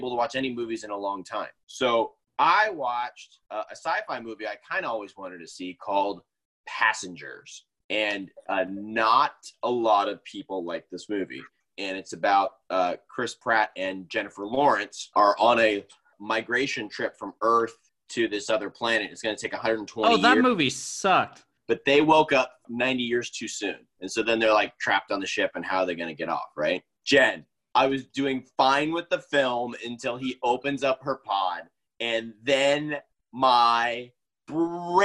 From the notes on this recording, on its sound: We are back in action via ZOOM.